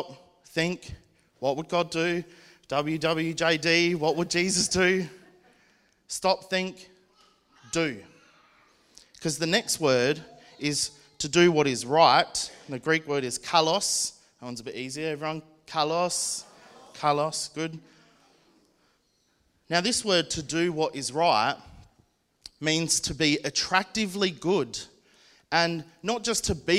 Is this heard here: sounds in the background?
no